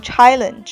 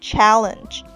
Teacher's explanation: But you always have a choice.那么在读的时候呢，有几个词大家可以注意一下。一个是这个 challenge,注意开头呢有一个这个梅花 a,这个一定要发到位，不要发成双元音 · Shown in: second take